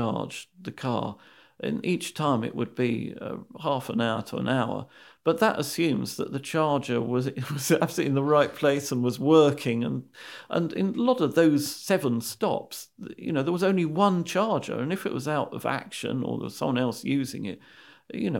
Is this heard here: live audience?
no